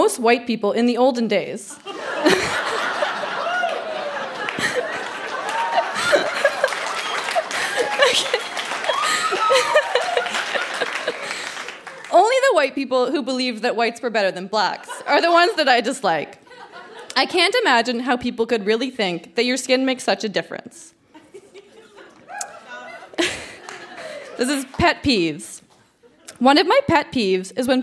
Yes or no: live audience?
yes